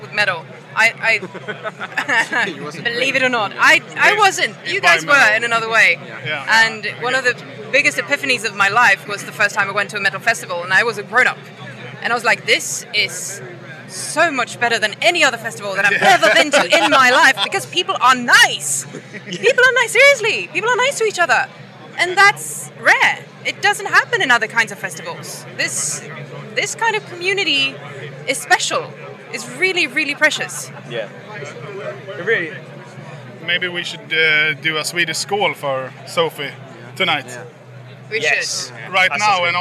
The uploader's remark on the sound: Live from Bloodstock 2023